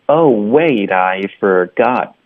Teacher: forgot，特的音呢，我们要省略，导致一个停顿，got，要顶舌头导致停顿